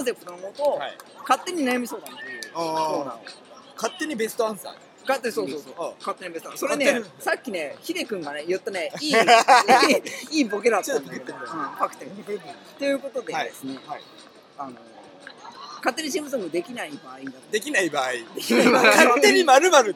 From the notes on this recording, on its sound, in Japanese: 完全屋外収録